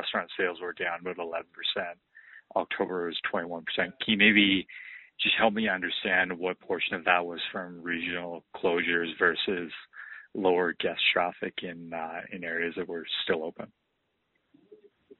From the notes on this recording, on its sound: Third quarter 2020 earnings call for Boston Pizza Fund.